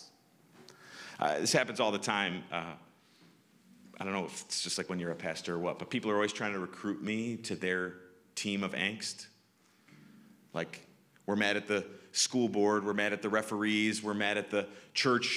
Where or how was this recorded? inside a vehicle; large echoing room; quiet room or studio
large echoing room